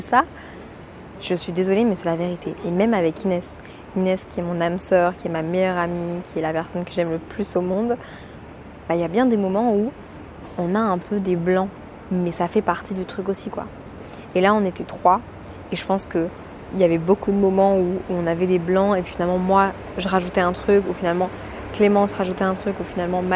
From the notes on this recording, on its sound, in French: Lorsque je voyage, je prends l'habitude de prendre mon micro, de l'allumer, de me balader et de vous parler. Entre 2 cafés, des bruits de talons, et le brouhaha de la ville, je vous emmène dans mes pensées, à Londres.